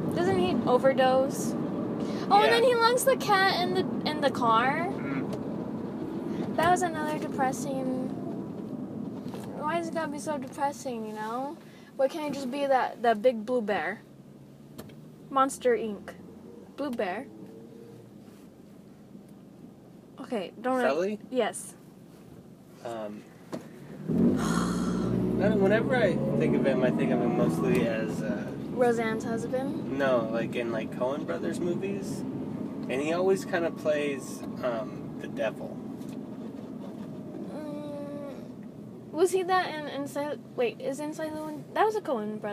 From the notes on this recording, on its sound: If the audio sucks it’s because I recorded it via voice memo on my iPhone.